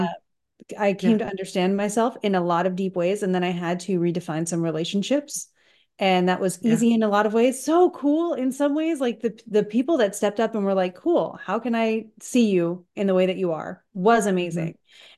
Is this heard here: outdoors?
no